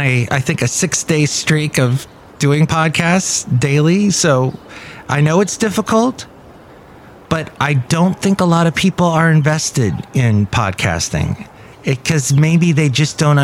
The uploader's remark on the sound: podcasts live from Café Anyway